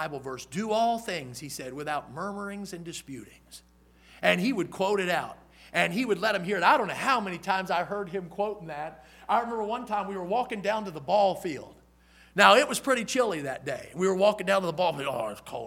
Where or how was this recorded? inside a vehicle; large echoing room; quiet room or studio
large echoing room